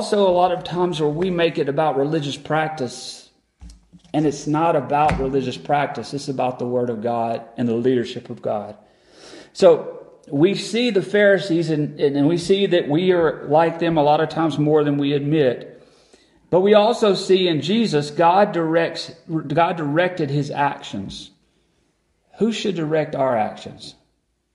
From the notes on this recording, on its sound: Recorded on December 7, 2022 at Friendship Baptist Church.